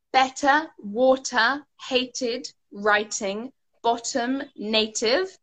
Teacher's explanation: the T sound in the middle of words in American English sounds a little bit more like D.